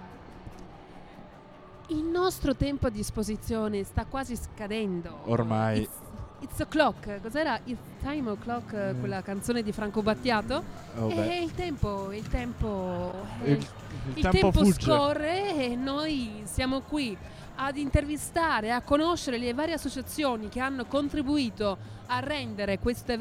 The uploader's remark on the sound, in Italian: Puntata in esterna per lo staff di Burro d'Arachidi! In diretta dal Palazzetto Sanbapolis per l'evento organizzato dal Centro Salute Mentale di Trento "Spazio All Fair Play".